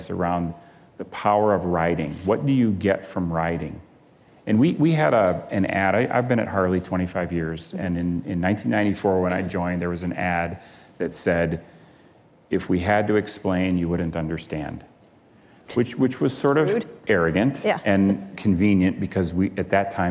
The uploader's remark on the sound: live onstage at the 2019 Code Conference